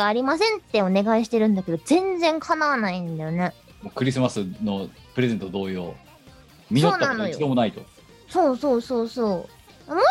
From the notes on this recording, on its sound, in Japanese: 本番組はリモート収録です。収録時環境の影響により、聴き取り辛い部分があります。途中で激しくノイズ等入りますが、収録時のものです。